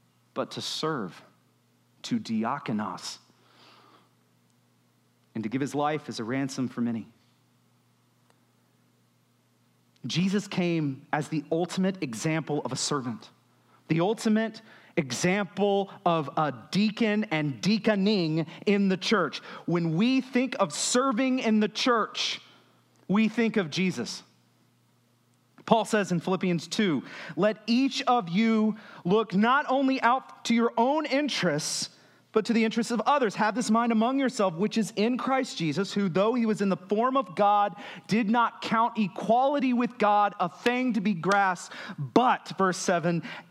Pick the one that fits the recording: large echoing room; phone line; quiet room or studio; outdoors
large echoing room